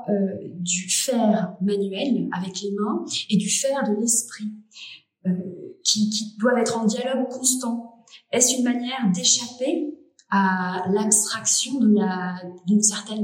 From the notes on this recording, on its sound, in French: Interview réalisée lors du Festival Mode d’Emploi de la Villa Gillet à Lyon le 14 novembre 2023.